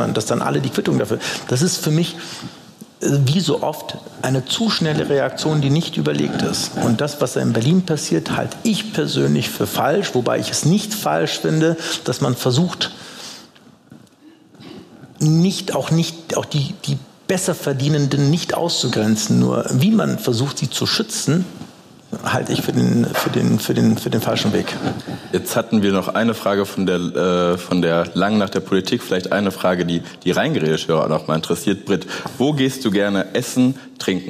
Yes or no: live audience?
yes